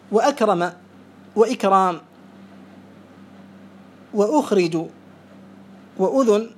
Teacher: هنا نطقت الهمزة إذن هي همزة قطع. واضرب وانطلق واستخراج لم تنطق الهمزة إذن هي همزة وصل.